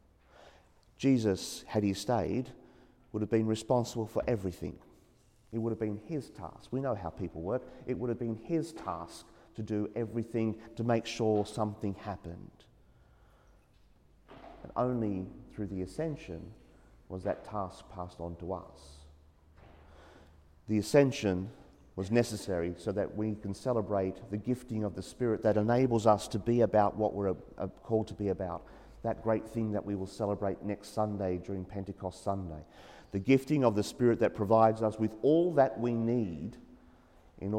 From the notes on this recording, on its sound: as preached during the 9am Mass at St Joseph's Church, The Junction.